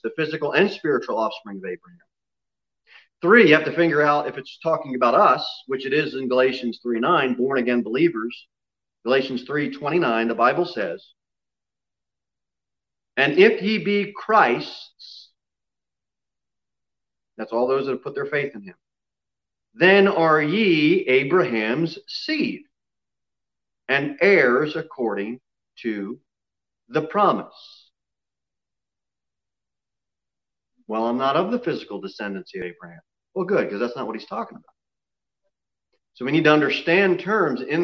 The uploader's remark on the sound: Sermon delivered at Pilgrim Baptist Church. Jere Whitson Rd. Pilgrim Baptist Church is a bible-believing, independent Baptist church.